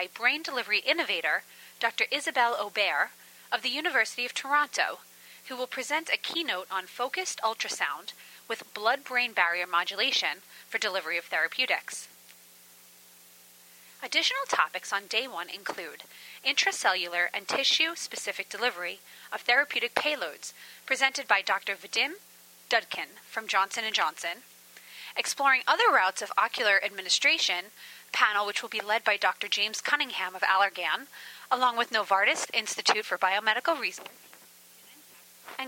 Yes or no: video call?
no